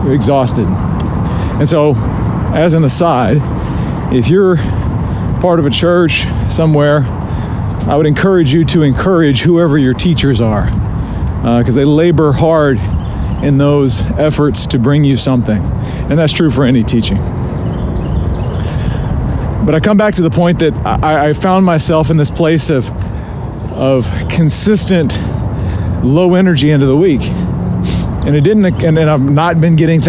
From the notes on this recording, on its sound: Rucking Edition. You join me live on a ruck.